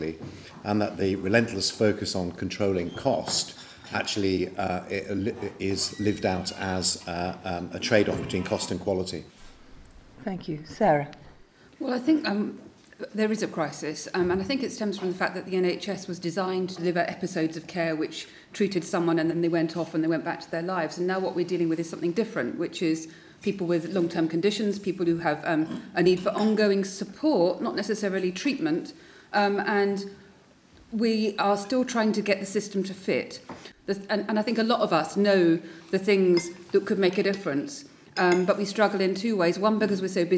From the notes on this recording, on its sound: In The BMJ roundtable, recorded at the Nuffield Trust Health Policy Summit on Friday 4 March 2016.